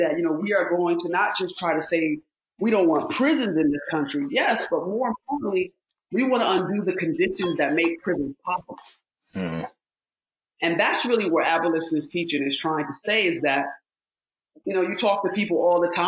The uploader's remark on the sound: a more bootleg time for us (audio much less cute than now)